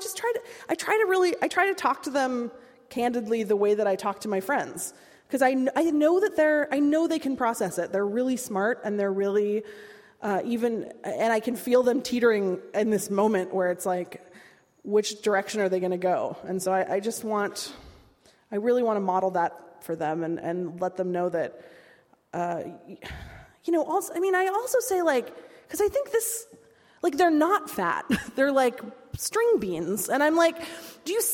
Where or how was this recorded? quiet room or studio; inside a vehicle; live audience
live audience